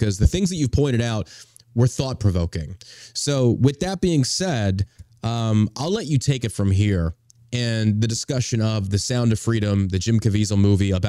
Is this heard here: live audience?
no